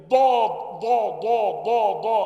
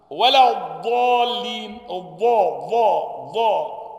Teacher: فبتجيب حافة اللسان عند الأضراس الشمال أو اليمين · Shown in: second take